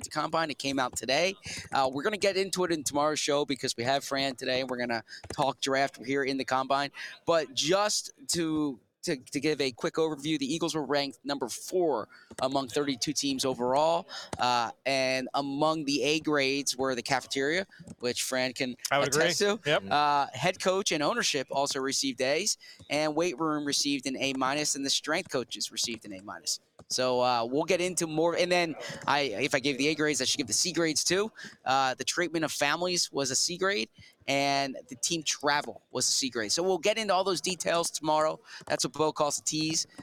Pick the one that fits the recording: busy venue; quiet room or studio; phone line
busy venue